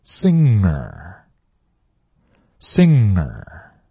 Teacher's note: I'm thinking.这意思是我正在想呢，别烦 I'm thinking.来，最后一句 Uncle Bear is notA singer,这 sing 本身就难发，在 sing 后面再加上一个就更难发了。来一起 sing,然后 ner,用那个 ng 的大鼻音去连这 ner, ner,舌头啊，舌头后面一定要拱起来，然后 ner,这是夸张的，正常的 singer, singer,句子 Uncle Bear is not a singer.